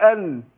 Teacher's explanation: فلما اقول ان النون الظاهره بقول ان، فبيلتصق طرف اللسان باصول الثنايا